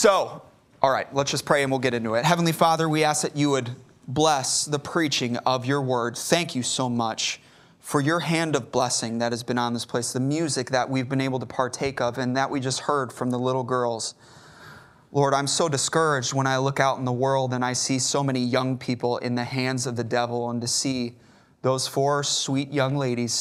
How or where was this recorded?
large echoing room